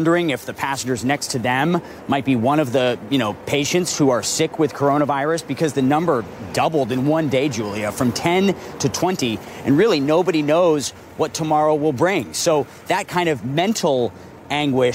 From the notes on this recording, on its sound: live from the New York Stock Exchange